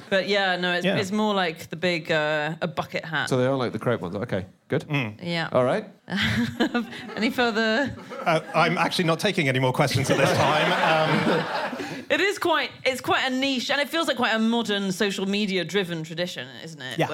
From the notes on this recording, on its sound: In a Christmas special, live from the Soho Theatre